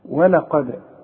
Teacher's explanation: القاف هي المفخمة، ولقد والدال حنرققها